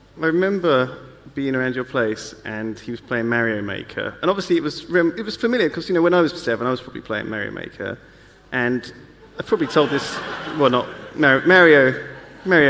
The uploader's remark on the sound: Live from YogCon